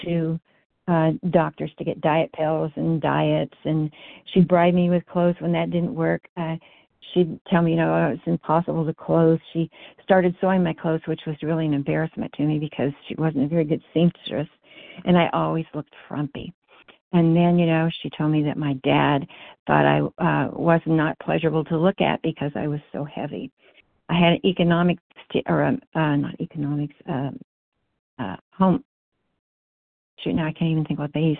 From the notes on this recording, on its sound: 100 Pounders Phone Meeting, 9/13/23